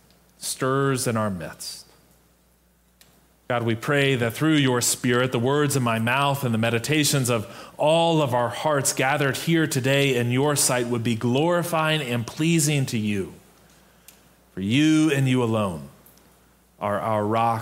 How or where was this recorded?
large echoing room